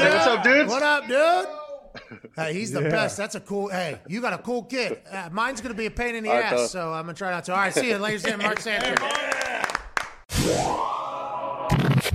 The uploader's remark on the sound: live from the FanDuel Beach Hahse in Tampa Bay